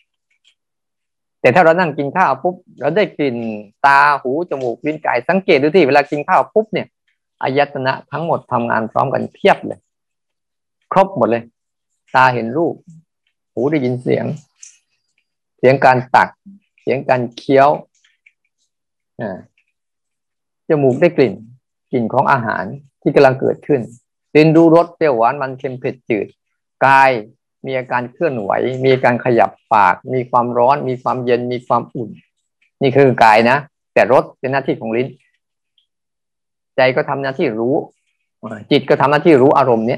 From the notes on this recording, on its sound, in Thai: เป็น 1 ใน 3 คอร์สออนไลน์ (ผ่านโปรแกรม Zoom)